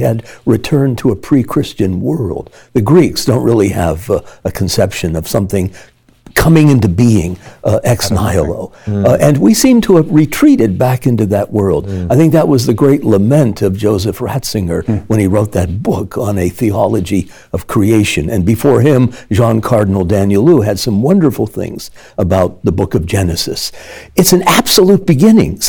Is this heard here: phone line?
no